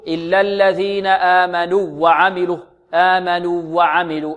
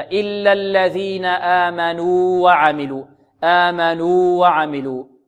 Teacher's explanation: فلنحذر من إدغام الواو في الواو · Shown in: second take · Term: إظهار الواو